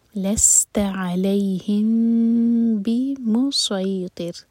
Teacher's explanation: بی مو سعی تیر، رو ساکن، اس سے پہلے ہے کسرہ، تو رو ساکن ہوگا باریک، یہ زبان کے ٹپ سے پڑھا جائے گا